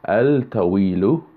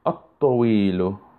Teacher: Notice I didn't say al-tawilu, but at-tawilu. Here, the lam, the L sound, has been assimilated into the next letter, and there is an added stress or like doubling of the ta sound · Shown in: second take